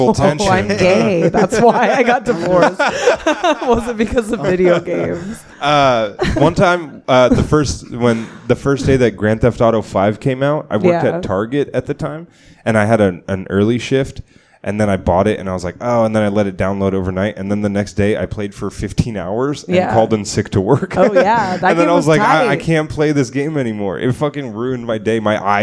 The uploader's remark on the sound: The boys do their first live show